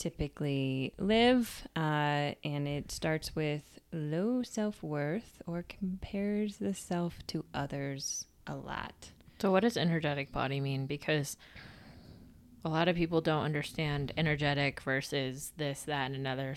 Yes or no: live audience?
no